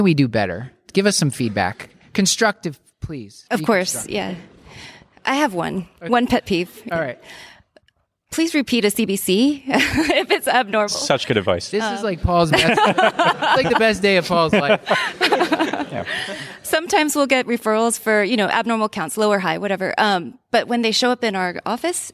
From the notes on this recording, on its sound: LIVE! We recorded LIVE at joint grand rounds between Walter Reed NMMC and Uniformed Services University.